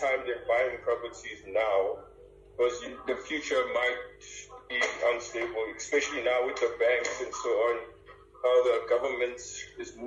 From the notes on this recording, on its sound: Had a telephone Call.